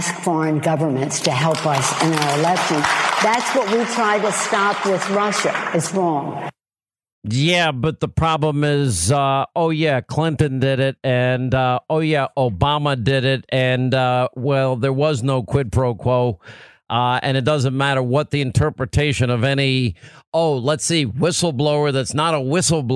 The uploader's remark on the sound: live from the Minnesota rally